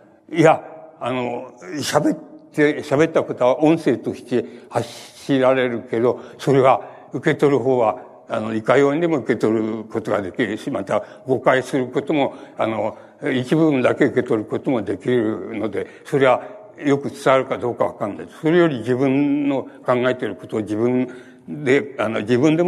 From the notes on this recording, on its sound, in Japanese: 主催：ほぼ日刊イトイ新聞 場所：東京国際フォーラム ホールC。ほぼ日刊イトイ新聞 創刊５周年として開かれたイベント 智慧の実を食べよう。音源はライン録音でクリア。